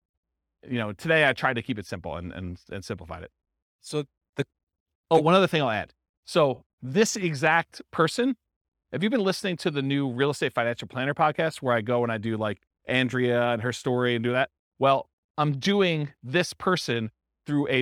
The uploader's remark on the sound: This was a live class recorded